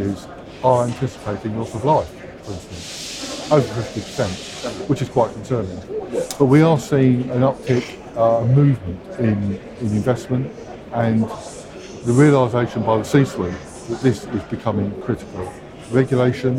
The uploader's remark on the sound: dropped by the Energy Voice stand on day two of the All-Energy conference in Glasgow